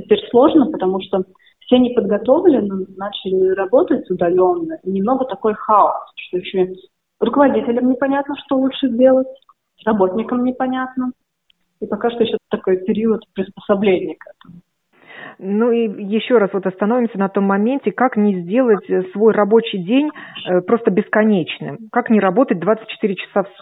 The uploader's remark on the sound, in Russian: Большинство программ мы сейчас делаем из дома. Вместо прямого эфира – записи интервью по телефону, вместо гостей в студии – телефонные собеседники, вместо микрофона – диктофон. А потом – многочасовой монтаж на компьютере.